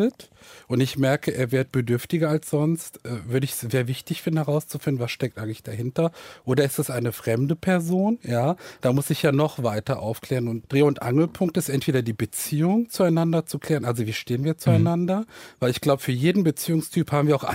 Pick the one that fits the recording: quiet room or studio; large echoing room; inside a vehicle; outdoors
quiet room or studio